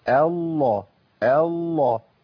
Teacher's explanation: الله عندي لام مشددة مفخمة والهمزة مرققة، أقول الله الله، ما أقولش الله ولا أقول الله.